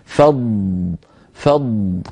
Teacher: فضاد لها صوت مستطيل ورخو · Term: الضاد